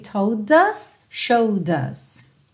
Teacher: Percebe que o D é tanto do told quanto do showed, junta no us com o próprio som do D